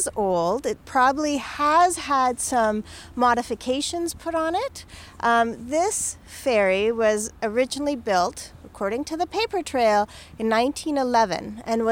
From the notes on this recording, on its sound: We take a live history walk into the river valley to examine the debris he found.